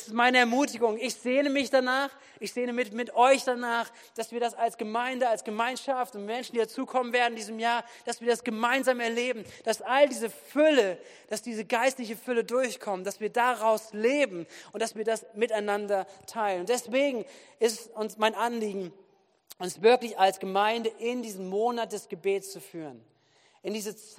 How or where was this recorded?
large echoing room